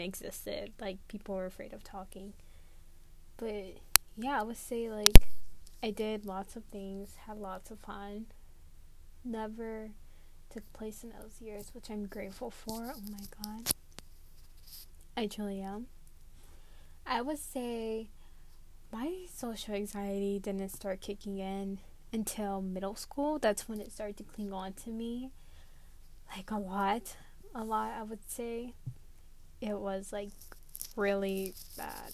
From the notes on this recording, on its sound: sorry for the bad mic, I was messing with it too much.